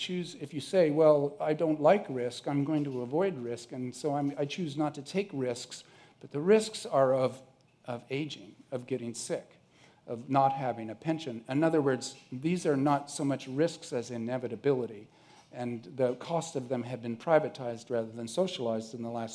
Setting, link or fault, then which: setting, busy venue